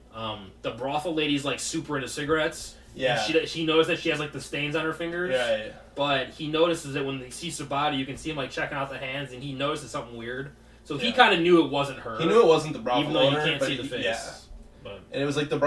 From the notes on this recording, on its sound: We ran into some audio difficulties this week